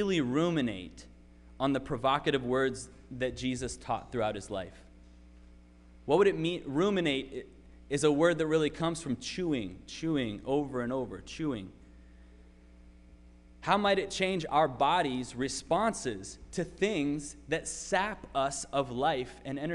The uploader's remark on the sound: Sermon preached at RCHP